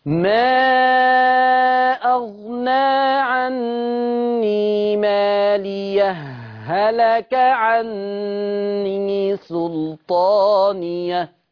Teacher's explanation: هضغم الهاء في الهاء، والإضغام الهاء في الهاء يطلع لي هاء واحدة مشددة